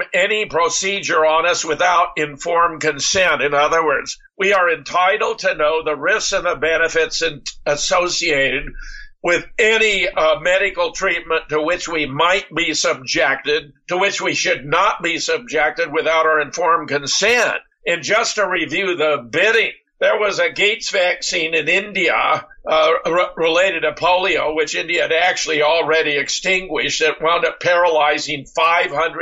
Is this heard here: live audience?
no